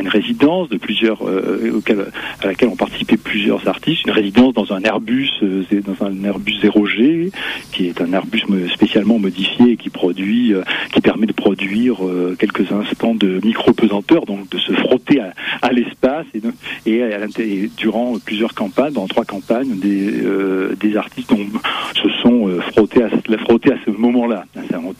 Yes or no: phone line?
yes